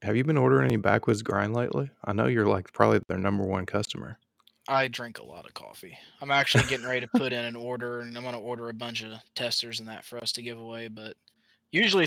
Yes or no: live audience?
no